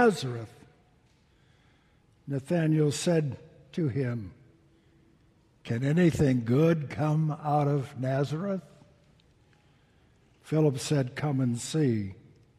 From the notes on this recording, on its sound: Delivered during the Traditional Worship service